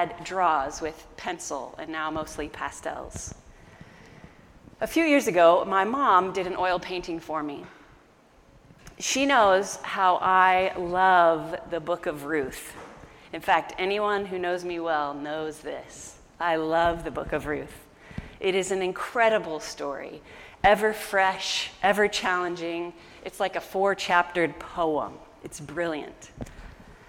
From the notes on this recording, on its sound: An audio recording of our August 15 sermon.